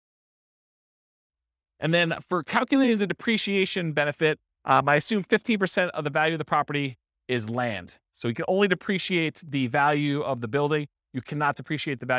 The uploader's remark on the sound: This was a live class recorded.